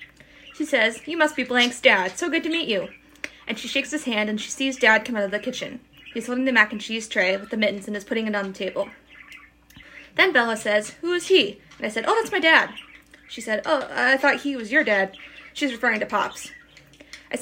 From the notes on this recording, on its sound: Sorry for the bird noise